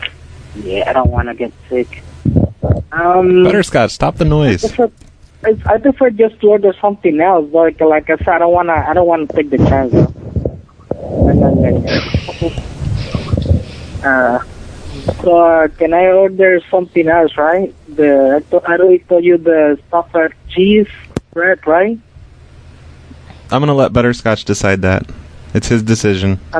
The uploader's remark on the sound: Prank Phone Calls